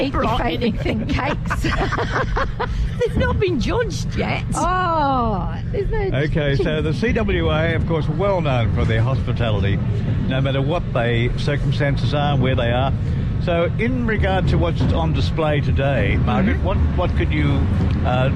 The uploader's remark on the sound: Live from the Central Coast Regional Show. We were live at the Central Coast Regional Show.